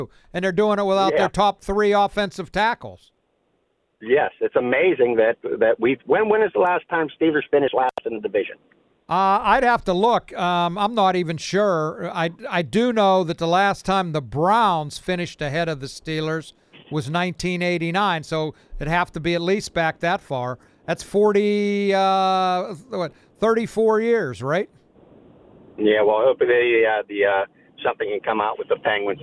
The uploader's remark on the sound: More open phone lines. More listener phone calls.